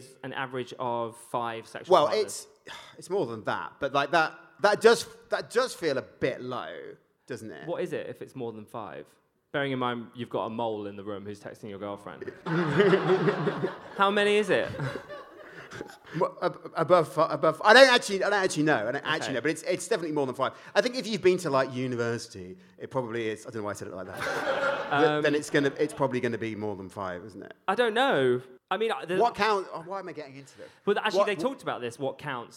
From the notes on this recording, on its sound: Live from the O2. At Just For Laughs Festival London.